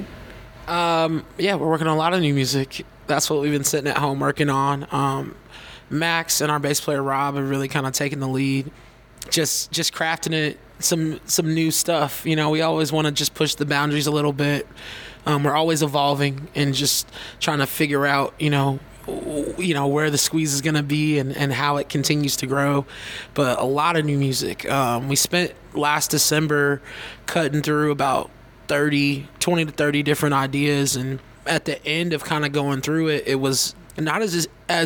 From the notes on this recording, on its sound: Backstage at Thalia Hall in October.